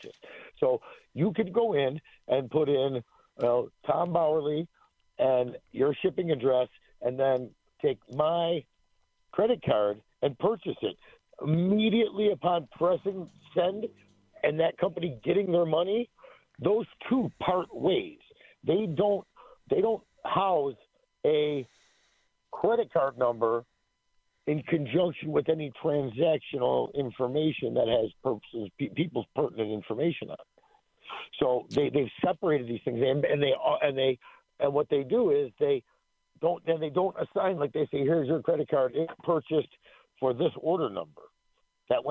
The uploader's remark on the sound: takes your phone calls